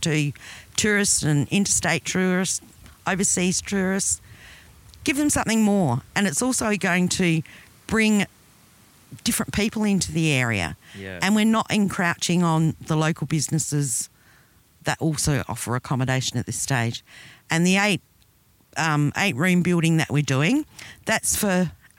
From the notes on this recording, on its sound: In our interview recorded on the banks of the Cooper Creek. Recorded on Yandruwandha Yawarrawarrka Country.